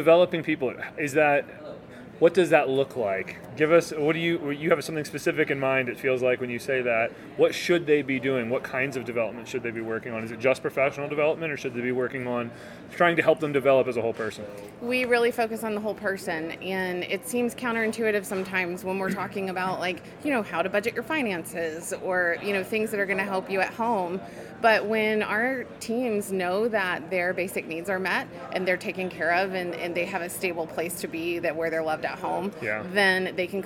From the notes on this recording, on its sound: BONUS content recorded at SYNKD Live 2024! BONUS content recorded at SYNKD Live 2024!